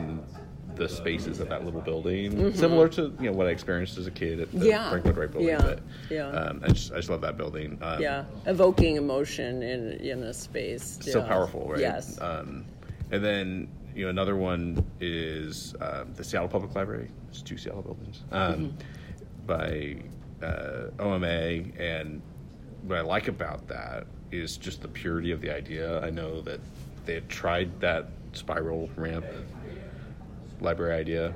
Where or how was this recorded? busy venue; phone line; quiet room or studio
busy venue